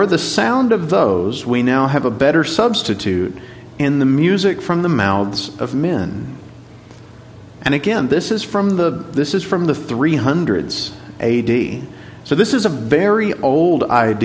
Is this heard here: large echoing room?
yes